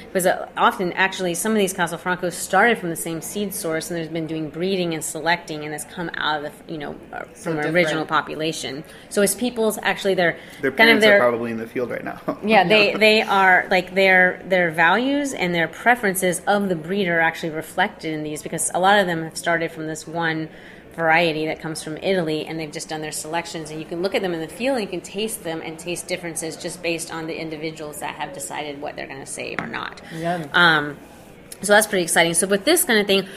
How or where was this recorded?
busy venue